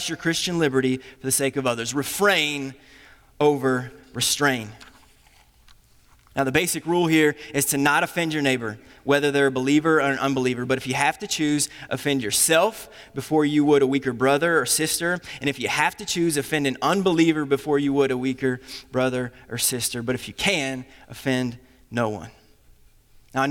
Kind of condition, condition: setting, large echoing room